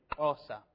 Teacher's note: It's a click that's made off to the side of your mouth. · Term: the third click